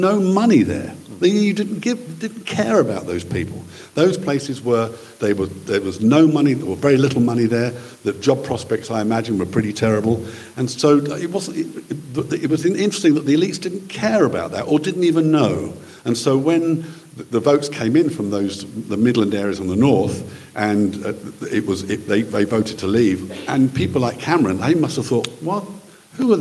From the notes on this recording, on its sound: LIVE FROM Wallingford Town Hall Nr Oxford, England